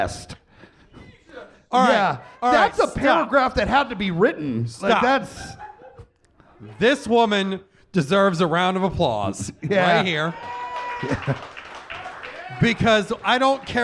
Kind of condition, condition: setting, live audience